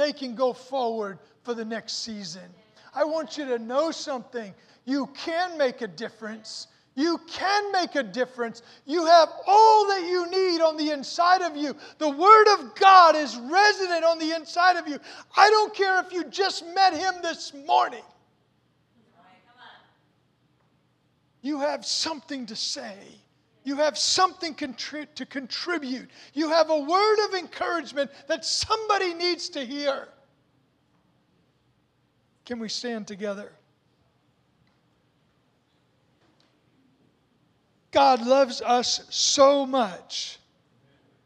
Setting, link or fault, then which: setting, large echoing room